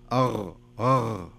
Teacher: الغين فيها في خشونة شوية، يعني كأنها قريبة من حرف الخاء · Term: حرف الغين